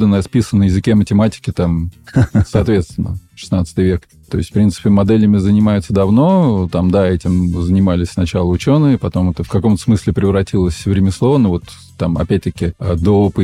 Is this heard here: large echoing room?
no